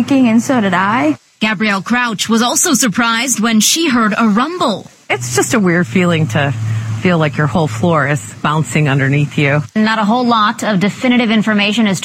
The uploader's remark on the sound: ON LOCATION: Our broadcast from Opening Day of the Hancock County Fair. It's Veterans Day at the Fair.